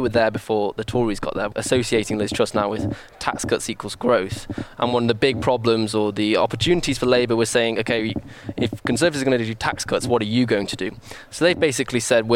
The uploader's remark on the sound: report from the Labour Party conference in Liverpool